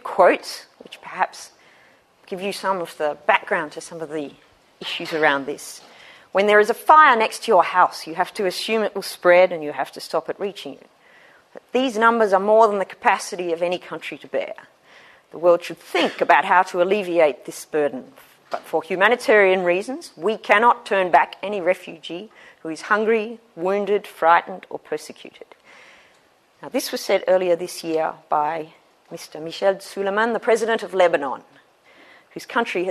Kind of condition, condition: setting, large echoing room